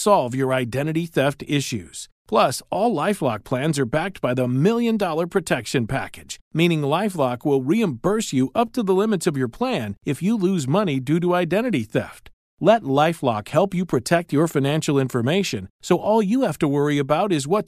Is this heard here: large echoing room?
no